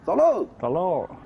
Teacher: 喽是通州的儿化音